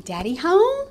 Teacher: all they do is stick the question mark on the end, and they do that with that rise in their tone, a voice at the end. · you're going to hear that prosody rise, that intonation go up.